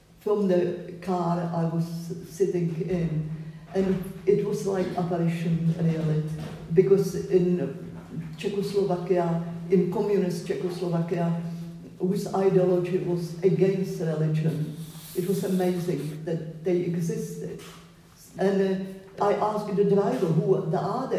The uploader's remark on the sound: At a public event held at Stills, Edinburgh on 12th August 2023.